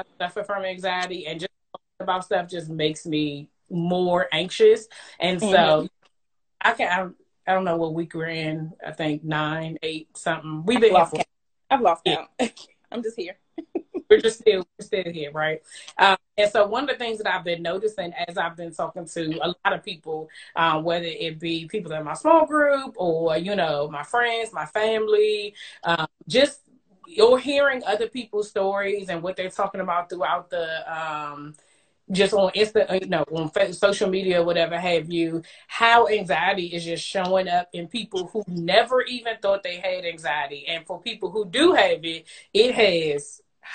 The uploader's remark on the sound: went LIVE with me on Instagram